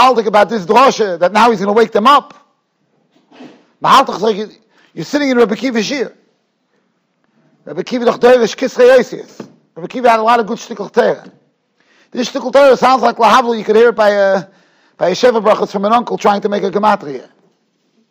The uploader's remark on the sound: Shiur recorded in Yeshivas Ohr Reuven, Monsey, NY.